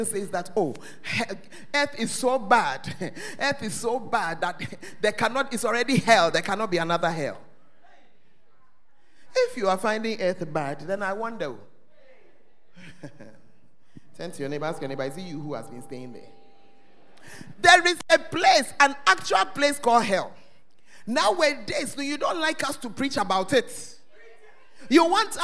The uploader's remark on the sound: Preached at First Love Center Ayeduase